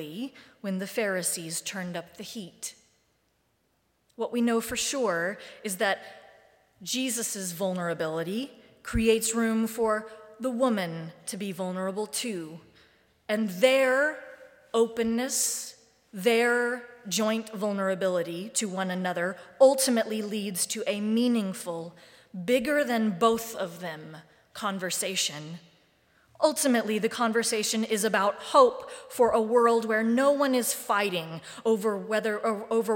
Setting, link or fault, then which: setting, large echoing room